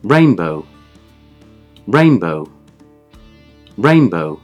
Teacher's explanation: Dans cet exemple, la première syllabe était accentuée. · Term: syllabe accentuée